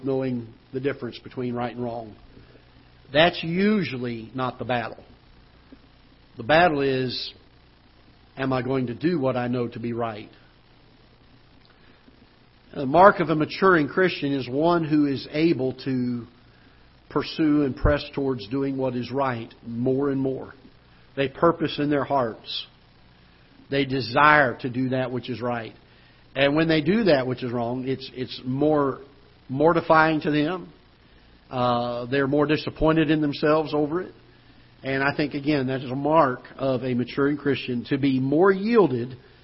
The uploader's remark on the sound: Ketha Heights Baptist Church ~ Live Broadcast